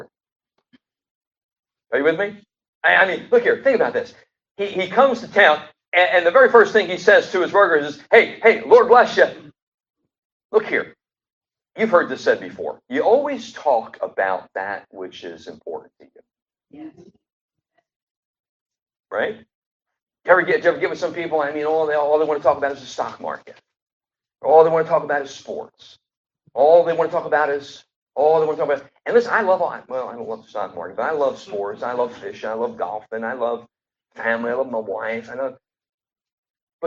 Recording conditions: poor sound quality